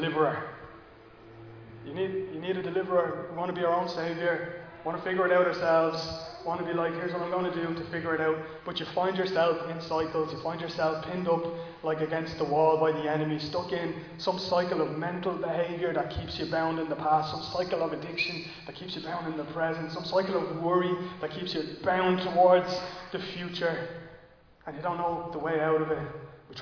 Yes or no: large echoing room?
yes